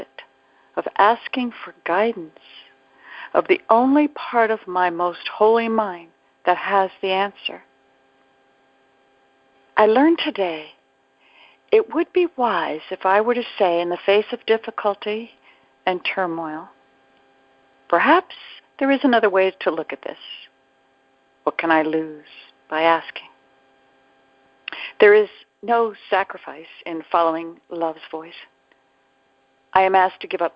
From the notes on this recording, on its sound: ACIM Daily TEXT Conference Call